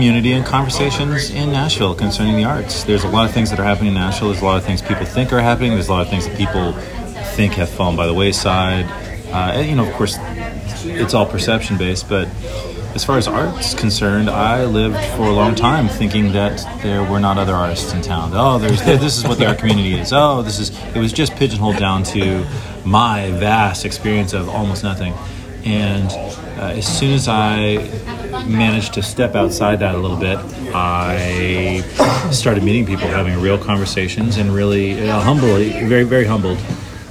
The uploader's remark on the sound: Recorded at Gabby’s in Wedgewood Houston area of Nashville.